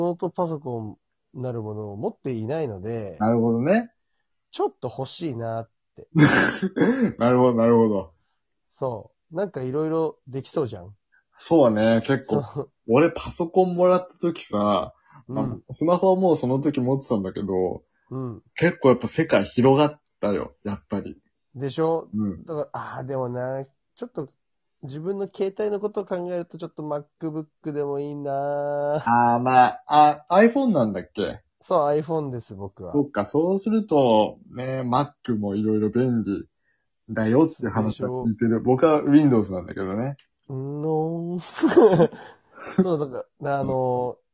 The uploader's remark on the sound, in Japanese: 今週もリモート収録です！